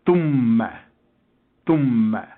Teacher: I put the first M with the thu, and I got thum, and I make an abrupt stop, and the second M has fatha